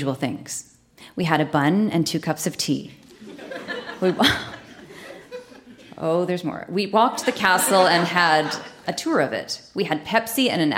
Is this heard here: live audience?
yes